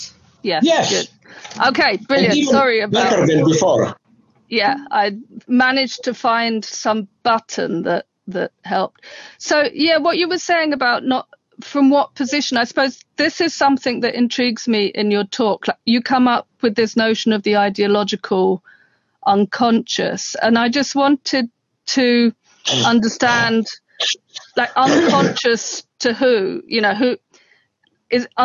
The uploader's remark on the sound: The internationally renowned London Critical Theory Summer School. This is a recording of a Zoom.